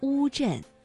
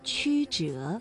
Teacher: 读乌的时候舌面的后部是抬高的，而迂呢舌面的前部是抬高的